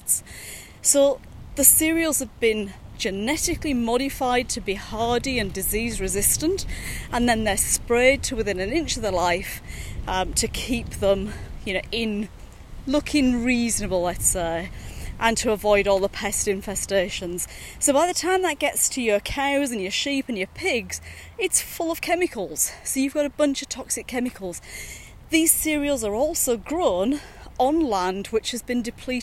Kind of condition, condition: setting, outdoors